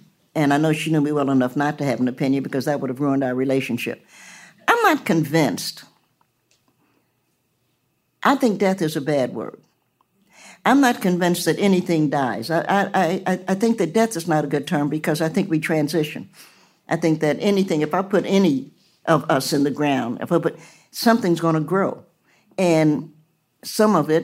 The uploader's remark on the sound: In front of a live audience.